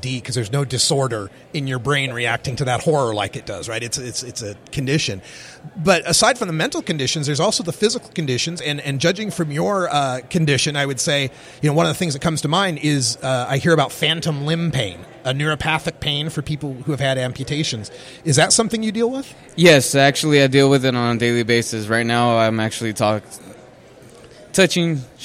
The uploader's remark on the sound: Live from Southwest Cannabis Conference